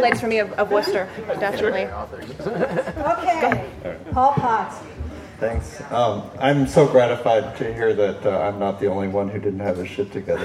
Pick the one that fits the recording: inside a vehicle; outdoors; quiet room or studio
outdoors